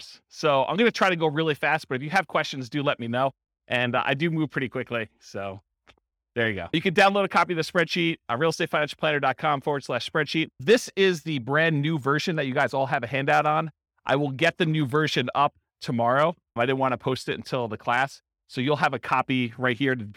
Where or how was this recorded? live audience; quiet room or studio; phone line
live audience